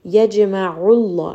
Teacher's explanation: Lam here is going to be heavy because the letter before has a dhamma. · Term: heavy lam